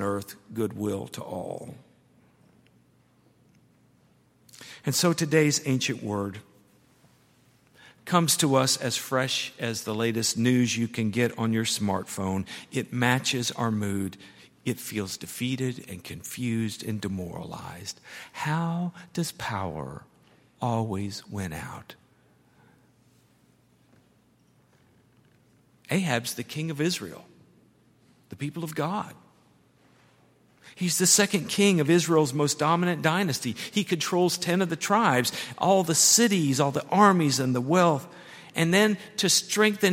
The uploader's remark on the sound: at Highland Baptist Church